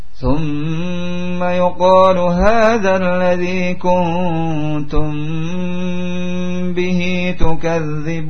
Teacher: Didengungkan mim sukun setelahnya ba. · Term: ikhfa syafawi